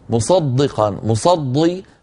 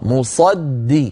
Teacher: بعد أن نفخم الصاد نرقق الدال · Shown in: second take · Term: ترقيق الدال